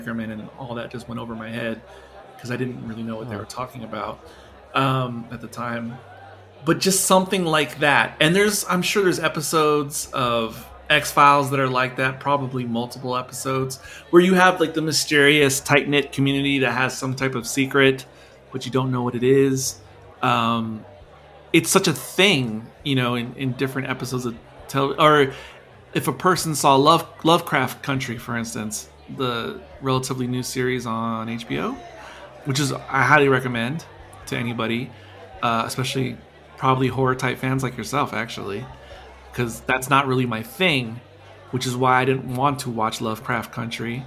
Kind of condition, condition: setting, live audience